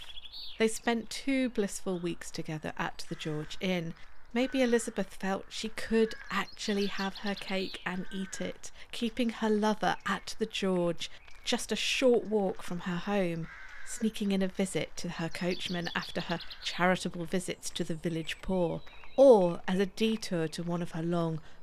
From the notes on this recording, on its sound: In this bonus, mini episode, partly recorded on a dawn walk around Wrest Park. Birdsong will accompany you.